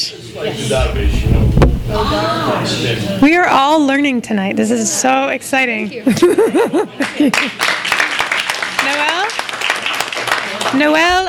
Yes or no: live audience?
yes